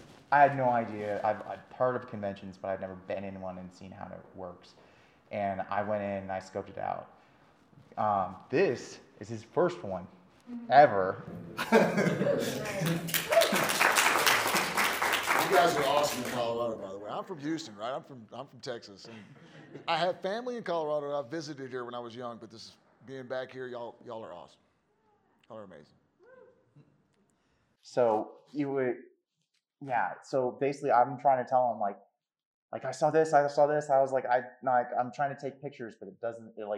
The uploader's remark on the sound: Fan Expo Panel. Make their first in-person appearance together at Fan Expo Denver as they host a panel. Plus, the audience asks some great questions!